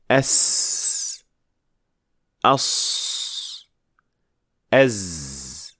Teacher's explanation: you should be able to hear that rather high pitch hissing sound, which resembles whistling